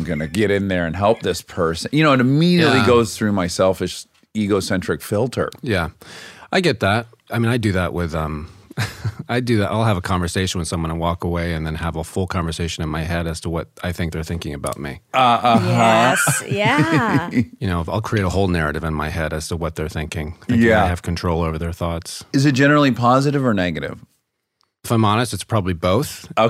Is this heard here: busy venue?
no